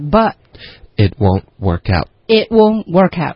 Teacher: 所以 work 跟 out 会连读 workout， out 的 t 的音也会略读